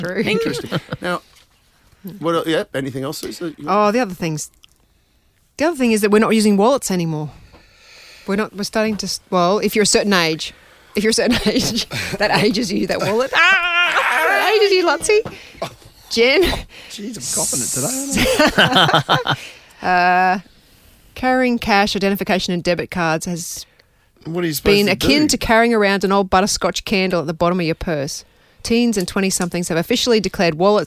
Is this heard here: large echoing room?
no